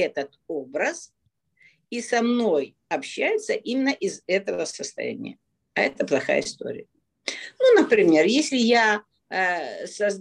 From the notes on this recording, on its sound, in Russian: Zoom-эфир. Запись прямого эфира с ответами на вопросы на тему отношений.